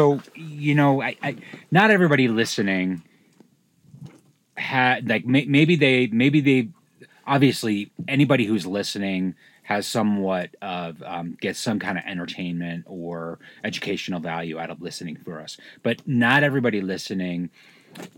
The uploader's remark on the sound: This was a really fun episode to record from our camp outside of Sedona.